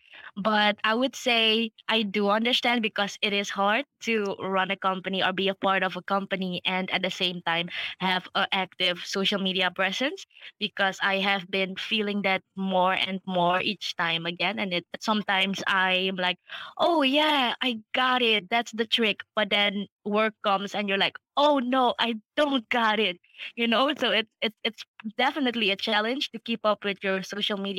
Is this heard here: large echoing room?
no